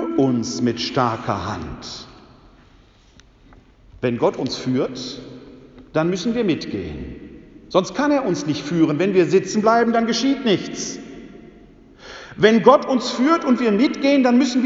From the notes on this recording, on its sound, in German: In der Citykirche Elberfeld (Alte reformierte Kirche). Anlässlich des ökumenischen Gottesdienstes zur Eröffnung des Kirchenjahres.